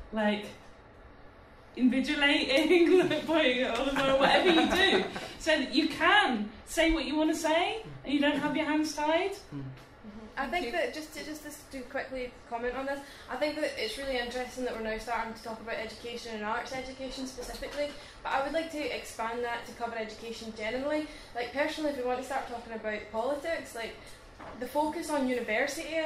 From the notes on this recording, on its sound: held at the Glad Cafe as part of Imagination, Scotland's Festival of Ideas